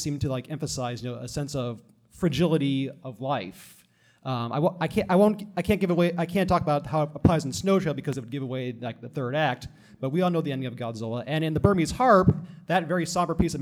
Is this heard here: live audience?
yes